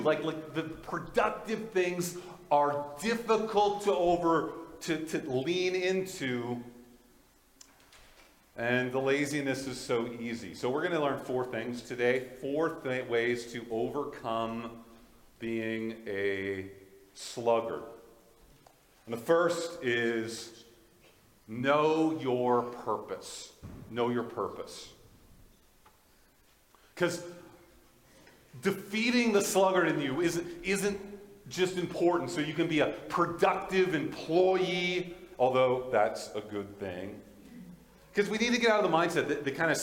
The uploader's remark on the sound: This is a Audio from the Valley Alliance Church in Fort Qu'Appelle Saskatchewan